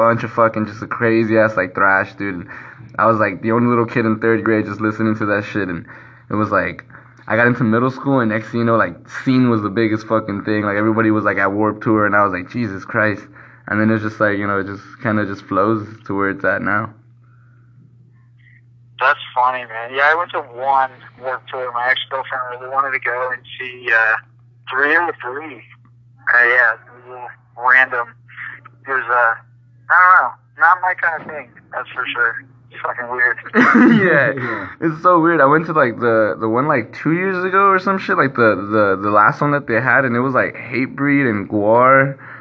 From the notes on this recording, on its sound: phone interview